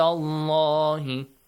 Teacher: The pronunciation of the letter Lam in Allah is heavily pronounced.